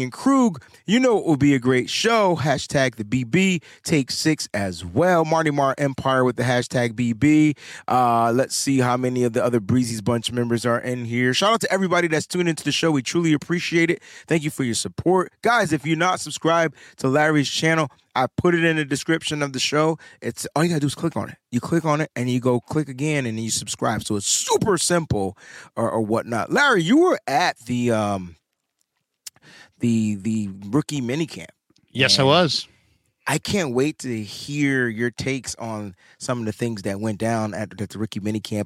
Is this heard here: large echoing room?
no